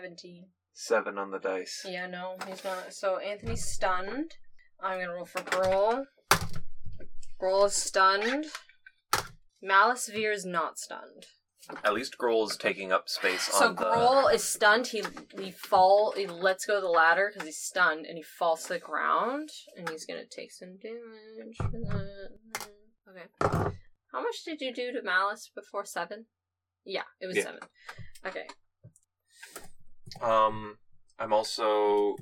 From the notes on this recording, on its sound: The audio is not very good. This episode was recorded BEFORE we got new recording equipment, so please bare with the not-so-great audio.